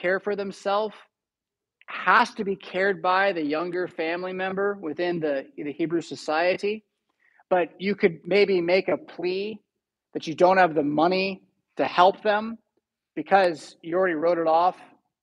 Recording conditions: large echoing room